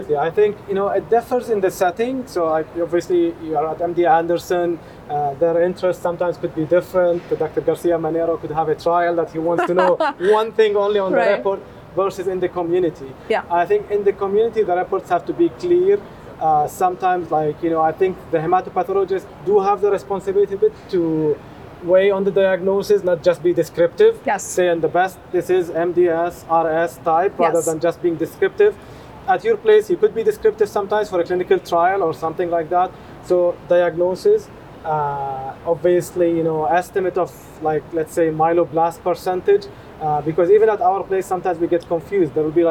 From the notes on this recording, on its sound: This discussion was filmed at the Eleventh Annual Meeting of the Society of Hematologic Oncology (SOHO 2023) held in Houston, TX.